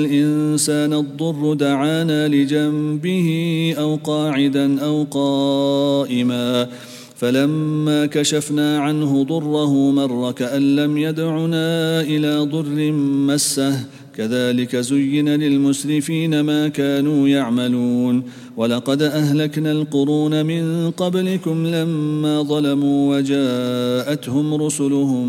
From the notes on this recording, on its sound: at the Houghton Masjid (West Street)